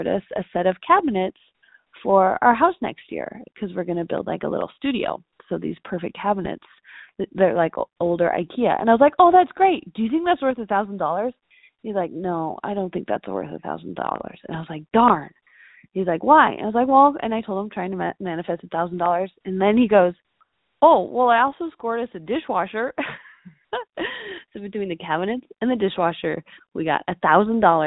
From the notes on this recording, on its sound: called into the podcast hotline